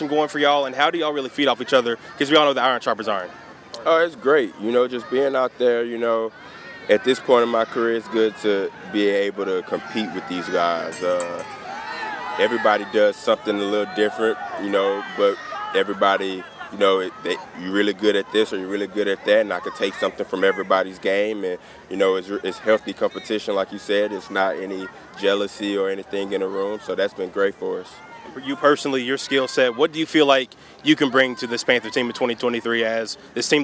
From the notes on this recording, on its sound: Live from Spartanburg Panthers Training Camp.